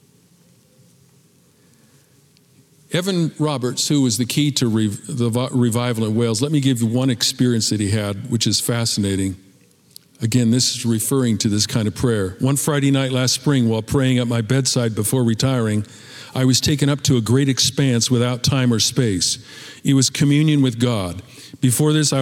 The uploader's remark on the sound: Recorded at Capital Church in Meridian, Idaho